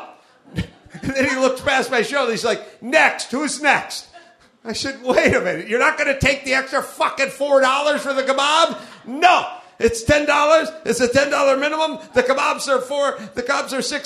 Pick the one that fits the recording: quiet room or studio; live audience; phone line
live audience